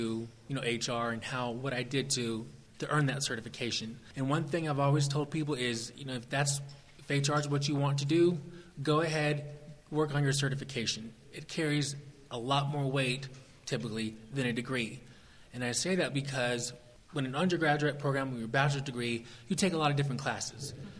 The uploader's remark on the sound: Live in front of an audience recording. This was part of our session with the Emerging Professionals group at SHRM19 in Las Vegas.